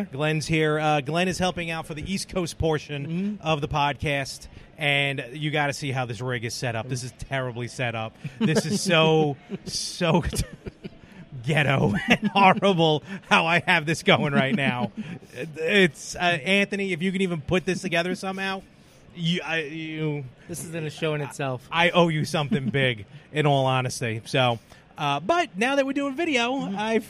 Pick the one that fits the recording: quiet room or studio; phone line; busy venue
busy venue